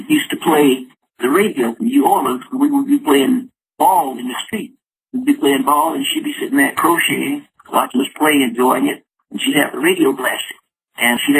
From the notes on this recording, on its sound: called into the show